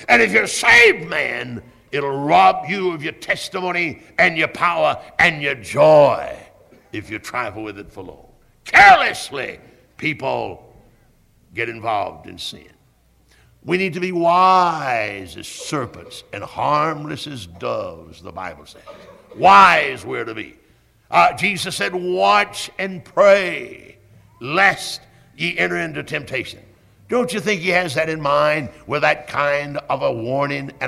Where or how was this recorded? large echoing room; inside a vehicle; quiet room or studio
large echoing room